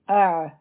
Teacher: کیږي او عین هم لیکن د دې ځایونه جدا جدا دي همزه چې دی نو دا د حلق د ټولو نه د لاندې حصې نه ویلې شي کومه چې سینې ته نږدې ده